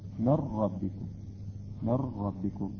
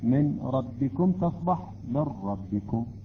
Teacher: إذن قلنا يصبح من جنس الحرف الثاني المدغم فيه، يعني النون الساكنة تقريبا تحذف ويلفظ الحرف الثاني بصورة مشددة · Term: الإدغام